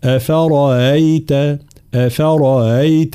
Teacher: سبب طبعا التسهيل هو الهمزة الأولى، ولكن لقربها وليس لمجاورتها هنا، فهنا أفرأيت أفرأيت، مع طبعا تفخيم الراء المفتوحة وترقيق الهمزة المسهلة · Term: تسهيل الهمزة